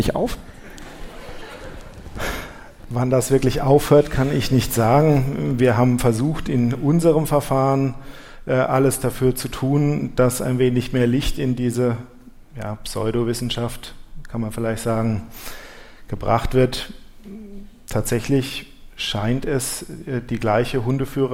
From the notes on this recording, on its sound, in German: live beim SWR Podcastfestival